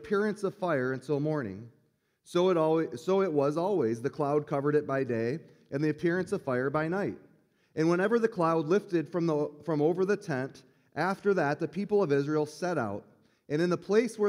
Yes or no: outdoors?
no